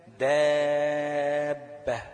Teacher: الباء مشددة يعني باء ساكنة وباء متحركة